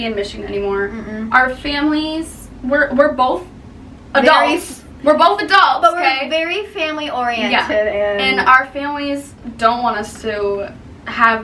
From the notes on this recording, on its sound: we know the audio sounds horrible.